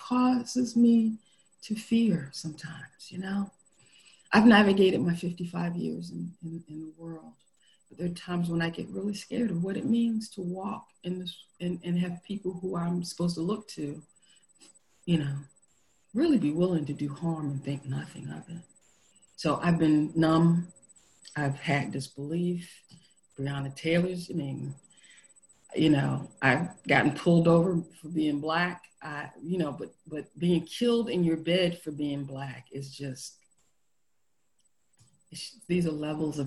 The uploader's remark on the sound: Our zoom streamed service